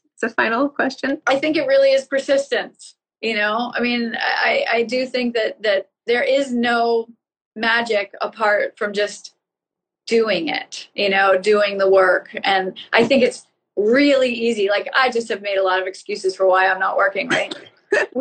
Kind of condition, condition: link, video call